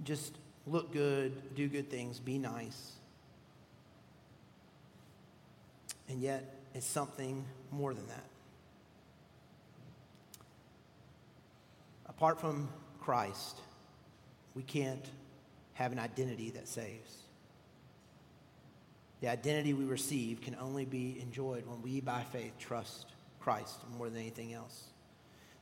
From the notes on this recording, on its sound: at Redeemer Presbyterian Church in Charleston, SC